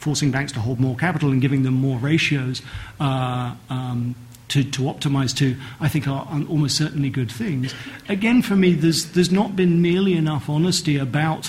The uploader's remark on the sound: The first public event of the ESRC Systemic Risk Centre at LSE. Take questions from the audience.